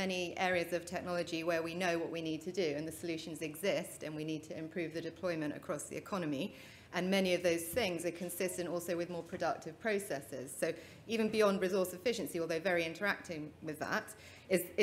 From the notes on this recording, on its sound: Session 2 at The Economy 2030 Inquiry conference.